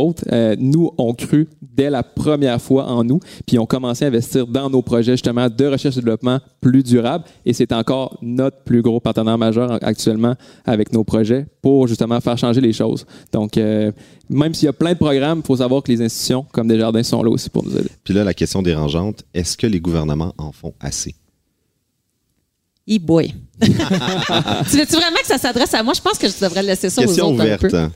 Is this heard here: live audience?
yes